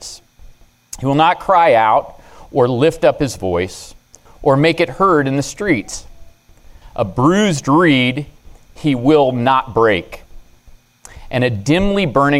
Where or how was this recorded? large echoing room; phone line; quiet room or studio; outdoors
large echoing room